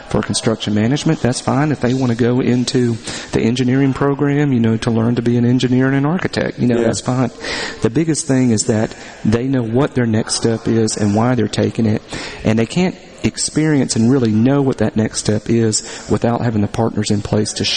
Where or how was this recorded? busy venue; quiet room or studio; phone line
busy venue